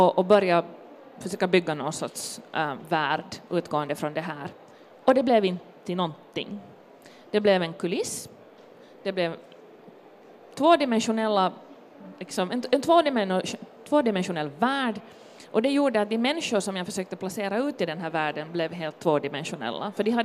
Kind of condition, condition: setting, busy venue